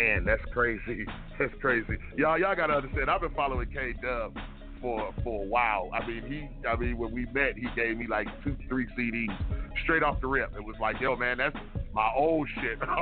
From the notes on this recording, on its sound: Join us this morning LIVE from las vegas nv. Live call in on the show.